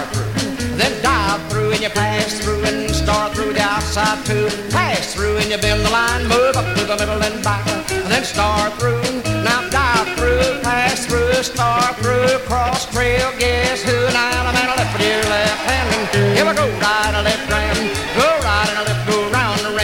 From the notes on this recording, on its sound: 1964 Blue Star Jubiliee in Houston, Texas. Track nine, record one from the 1964 Blue Star Jubilee Square Dance held in the Sam Houston Auditorium.